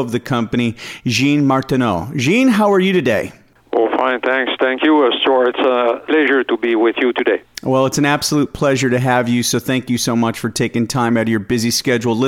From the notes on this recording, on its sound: called in to SmallCapVoice